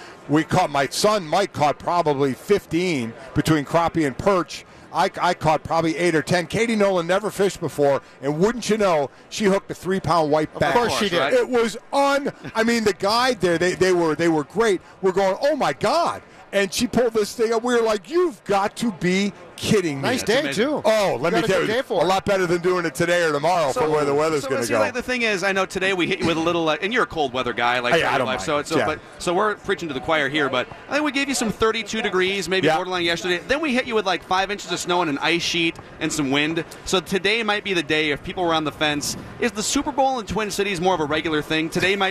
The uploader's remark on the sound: live from Radio Row all week